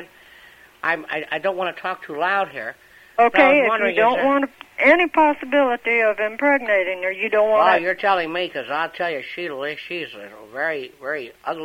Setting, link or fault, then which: link, phone line